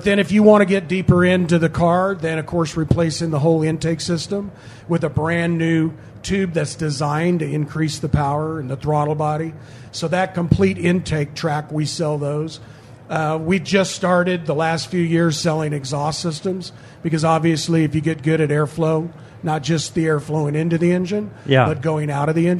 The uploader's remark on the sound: live in the K&N Booth at SEMA